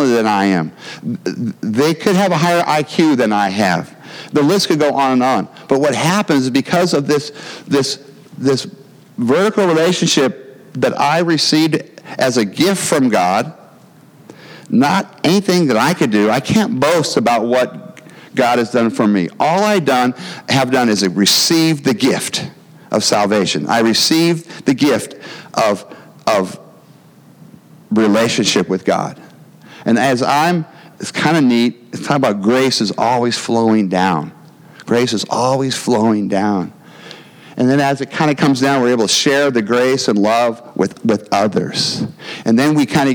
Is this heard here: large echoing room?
yes